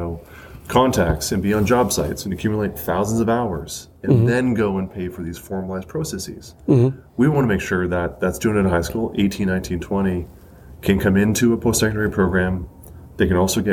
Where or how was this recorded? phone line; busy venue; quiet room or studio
busy venue